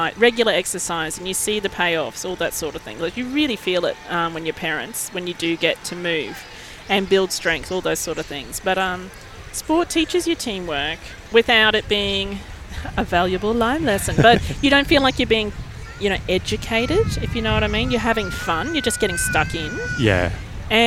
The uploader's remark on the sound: We grabbed the card table, and wound our way down to record a podcast ep at South Bank, right near the van! Culminating at the South Bank Parklands in Brisbane.